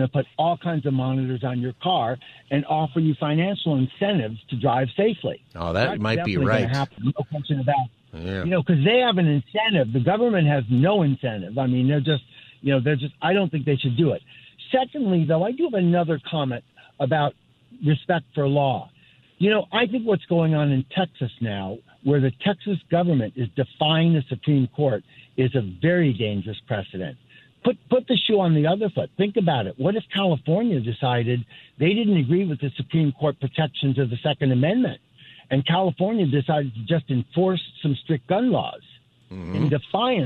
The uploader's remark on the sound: It's also Open Phone Friday.